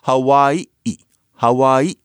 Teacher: it's Hawaii, Hawaii, with that glottal stop